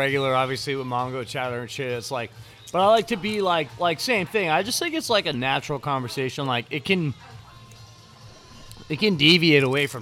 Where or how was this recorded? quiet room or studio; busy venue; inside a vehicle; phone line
busy venue